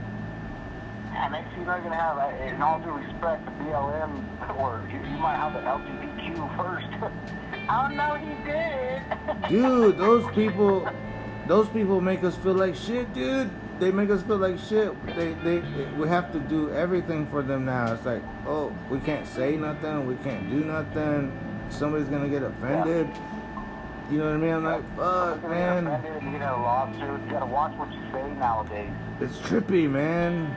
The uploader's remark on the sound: Pretty much phone talk with my childhood friend living in Navajo nation. Drinking alcohol and talkin a bunch.